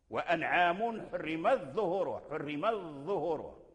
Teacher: إذا أدغمنا التاء في الضاء فالتاء لا يظهر · Term: إدغام